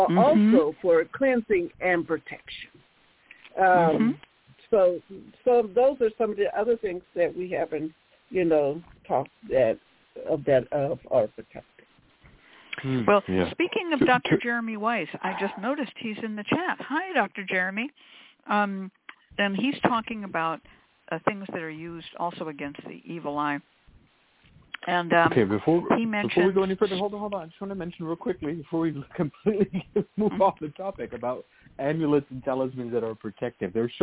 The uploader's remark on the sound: Is a real, live call-in show.